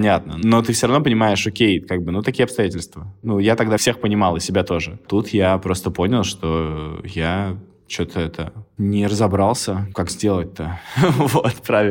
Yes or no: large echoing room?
no